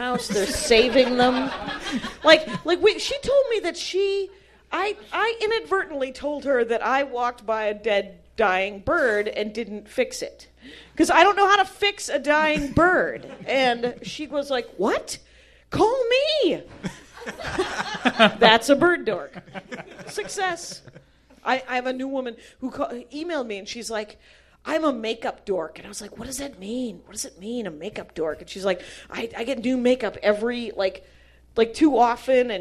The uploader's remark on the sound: Battleship Pretension Live 4. At Meltdown Comics.